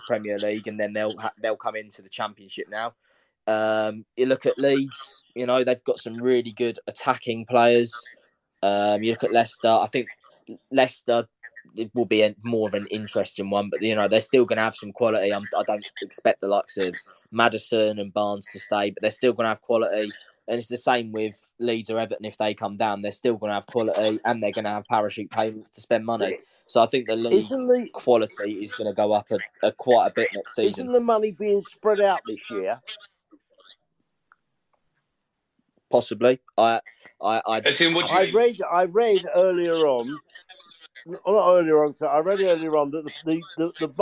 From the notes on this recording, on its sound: This is the live show recorded using twitter spaces